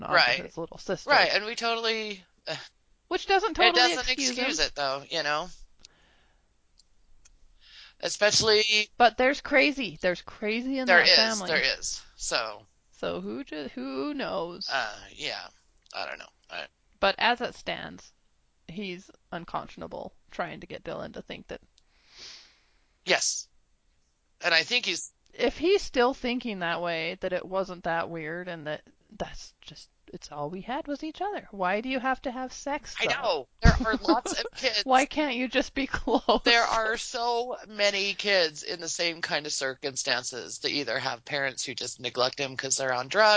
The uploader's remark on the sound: Even if our recent audio troubles followed us here.